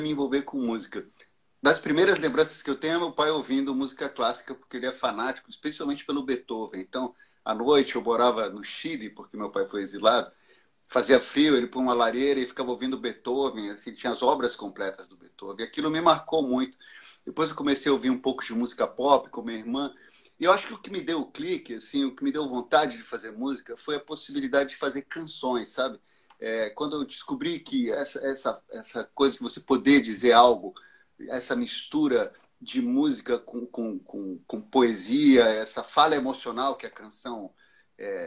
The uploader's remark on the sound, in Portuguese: ao vivo no instagram da Alvorada FM